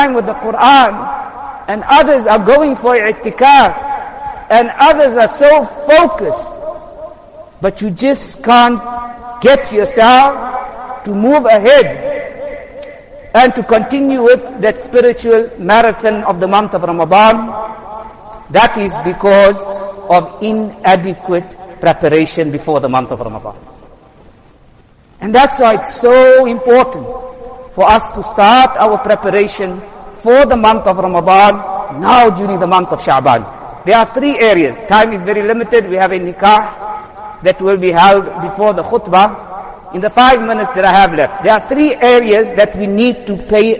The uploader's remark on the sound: Jumuah lecture